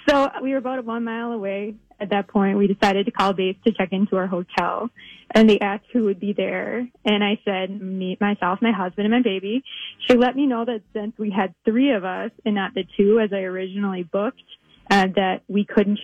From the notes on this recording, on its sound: called in for our Worst DAY Wednesday Spotlight